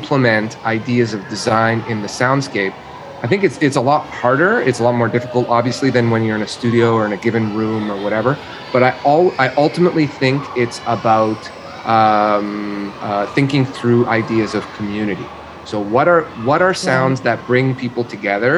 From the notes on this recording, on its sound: Field recordings by producer.